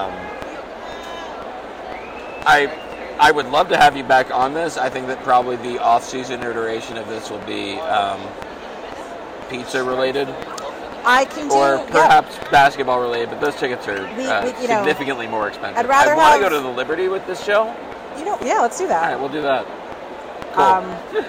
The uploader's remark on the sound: at Yankee Stadium on Thursday night to watch the Yankees take on the Astros